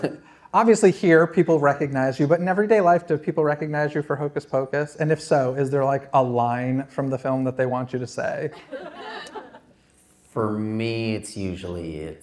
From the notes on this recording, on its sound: conducted this interview LIVE on stage during midsummer scream